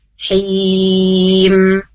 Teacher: Masuk ke hidung mimnya